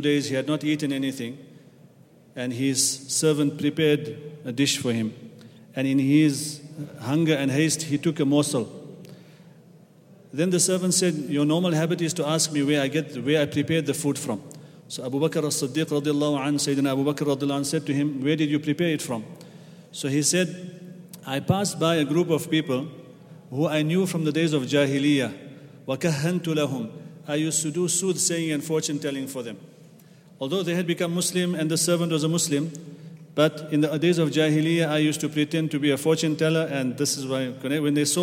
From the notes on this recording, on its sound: at the Houghton Masjid (West Street)